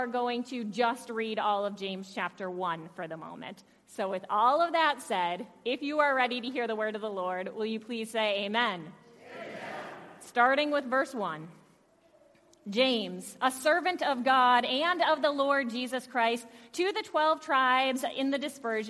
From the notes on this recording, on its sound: Audio from worship on September 5th with Praise Band. Zion United Church of Christ.